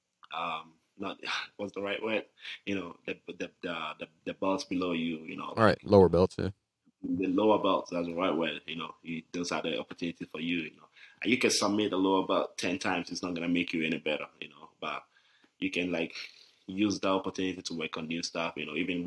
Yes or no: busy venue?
no